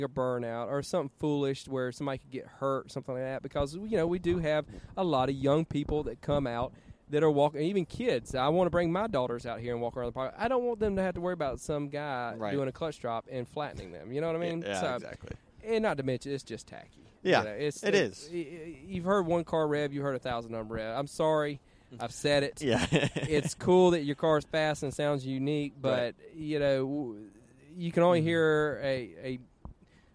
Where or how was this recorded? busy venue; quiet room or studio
busy venue